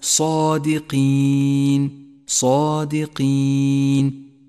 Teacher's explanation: الألف الخنجرية الكمونية التي دلت هنا على المد الطبيعي، يمد حركتان وهو مد أصلي تقوم به ذات الحرف، صادقين.